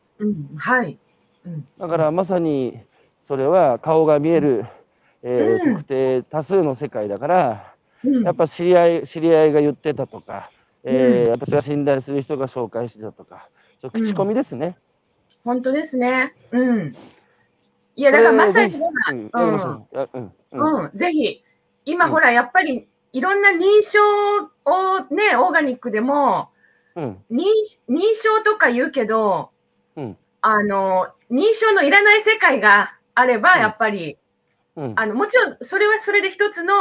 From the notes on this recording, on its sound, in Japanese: 歩きながら1時間、対談する。